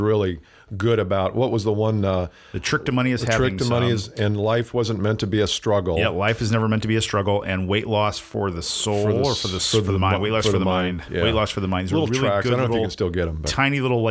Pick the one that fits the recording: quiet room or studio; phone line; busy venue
quiet room or studio